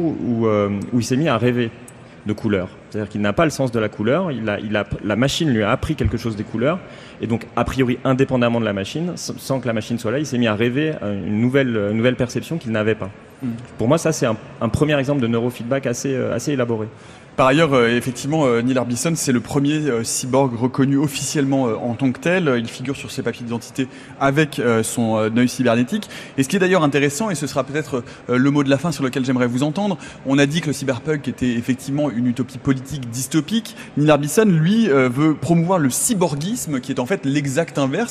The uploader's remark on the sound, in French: Emission enregistrée en direct du Festival des Utopiales.